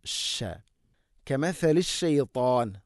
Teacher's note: ഷീനെയും തഫശി എന്ന് പറയുന്ന ആ ഒരു സിഫത്ത് നൽകിക്കൊണ്ട് അഥവാ പരത്തി ഉച്ചരിക്കണം